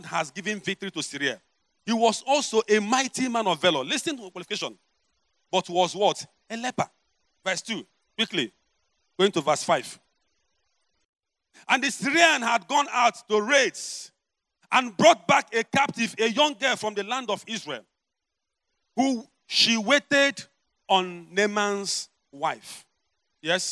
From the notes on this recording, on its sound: preached at the Overcomers Church World Outreach